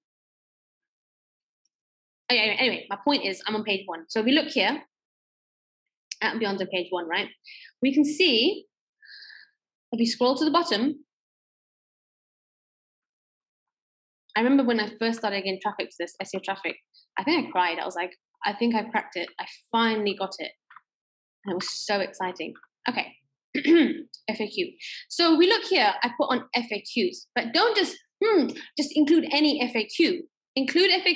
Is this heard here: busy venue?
no